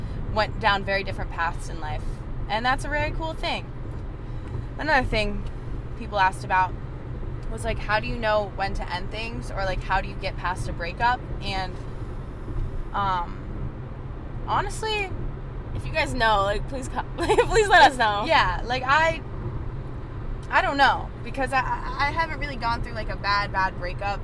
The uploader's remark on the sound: this time we’re driving to the airport